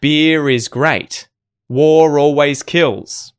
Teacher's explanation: So in the case of words like beer and war, the R sound isn't said unless words coming after those words begin with a vowel sound. · Term: linking R